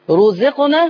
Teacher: رزقنا. روح هنا مضمومه مفخمه لان ما فيش قبلها حاجه مفخمه